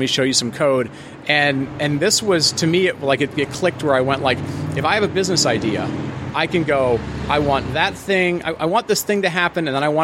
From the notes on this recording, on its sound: From ServerlessConf in Austin. Sorry for the background noise, we had to record outside.